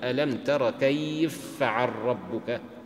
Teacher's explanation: فاء مفتوحة وبعدها فاء مفتوحة في كلمة ثانية، أبو عمرو يدغمهما · Term: الإدغام الكبير